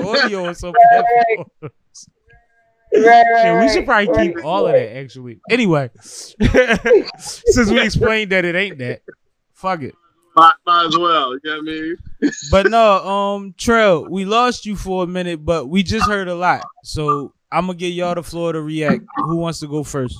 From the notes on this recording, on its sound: chop it up via Skype